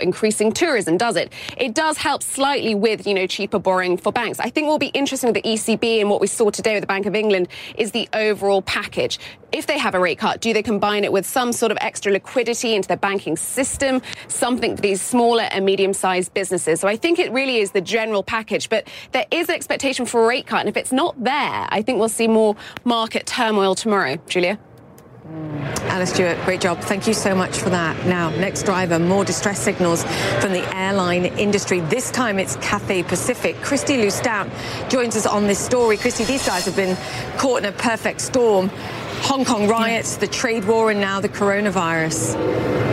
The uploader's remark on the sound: Live from the New York Stock Exchange.